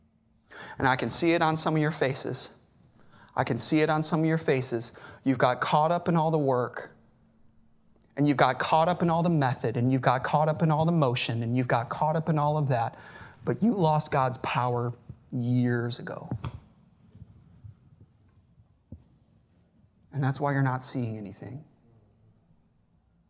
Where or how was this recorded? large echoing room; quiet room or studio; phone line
large echoing room